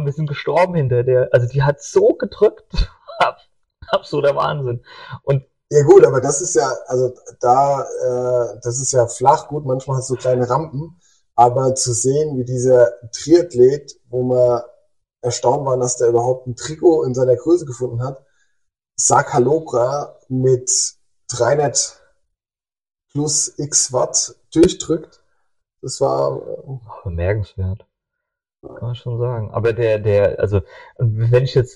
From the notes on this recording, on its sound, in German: leider kein grandioser Ton